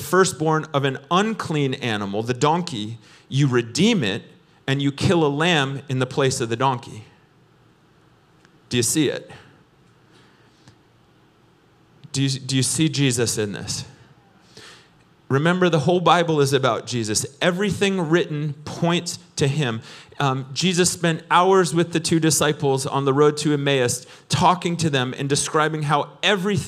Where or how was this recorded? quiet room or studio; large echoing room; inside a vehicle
large echoing room